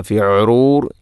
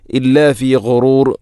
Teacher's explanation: ഗൈന്, ഗൈ ഗോ, തൊണ്ടയുടെ ഏറ്റവും മുകൾ ഭാഗം · Shown in: second take